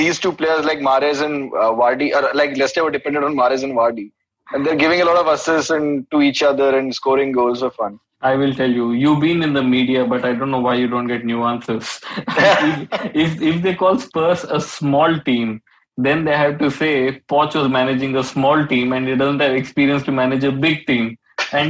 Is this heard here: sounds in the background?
no